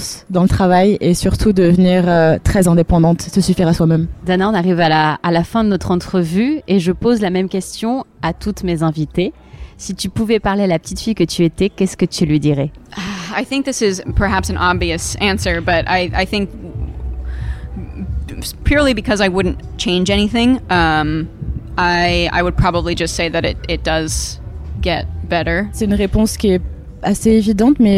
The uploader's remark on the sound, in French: Était à la 17e édition du Main Square Festival à Arras. Lors de cet événement à guichet fermé.